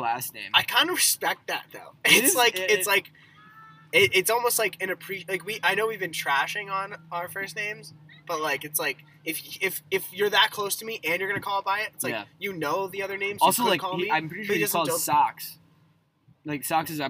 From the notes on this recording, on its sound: Recorded on a boat.